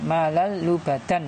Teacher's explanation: fathaten pada huruf lam itu tidak dibaca tanwin ya, tapi dibaca satu. Dibaca fathah kemudian langsung masuk kepada huruf di depannya lam ya. Malalu bada ya, seperti itu ya. · Term: idgham bila gunah